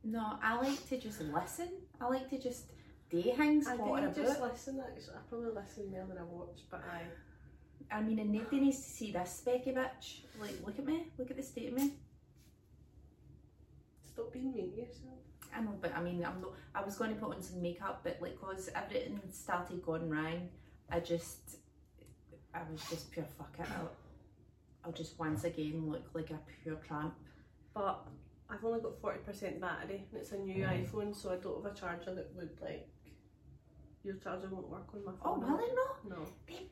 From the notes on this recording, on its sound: The lassies have technical difficulties this week